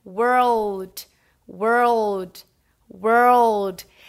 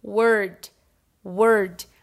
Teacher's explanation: Mas aí não tem mais esse L, né? Esse RL com a linguinha no céu da boca.